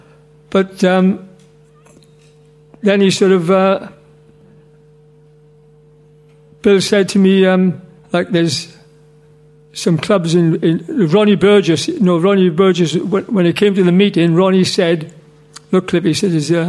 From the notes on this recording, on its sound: On this weeks show we are live from The Albany, Great Portland St